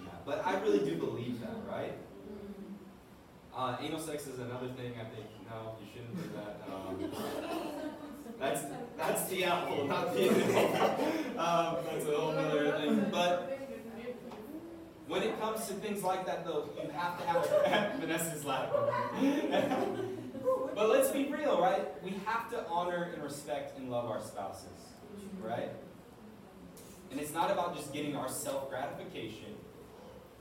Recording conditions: poor sound quality